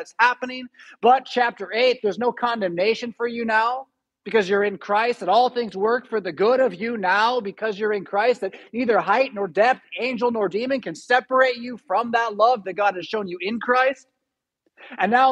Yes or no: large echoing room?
yes